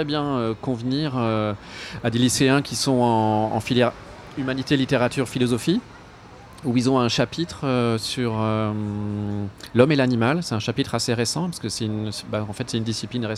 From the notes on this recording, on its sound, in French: Une table ronde enregistrée le 17 juin dernier lors de la Vegan Place de Tours. Lors de la dernière Vegan Place de Tours.